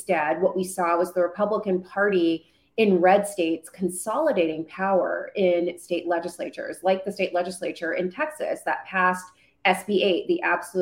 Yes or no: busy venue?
no